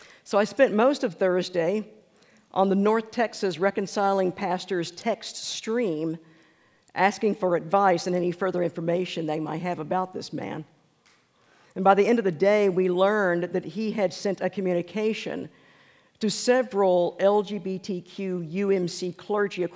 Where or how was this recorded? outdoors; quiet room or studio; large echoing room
large echoing room